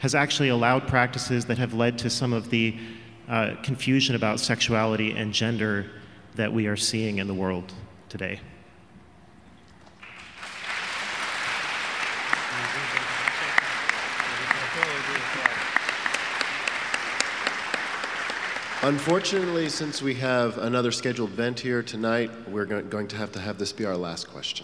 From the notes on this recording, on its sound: Panel Discussion addressing the Synod on the Family. The Panel also took several questions from the audience.